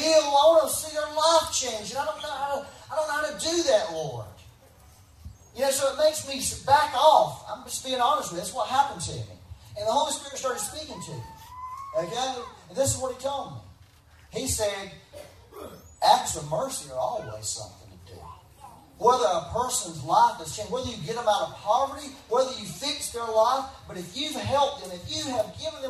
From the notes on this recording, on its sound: Please excuse the poor quality. We had some technical difficulties recording this Sunday.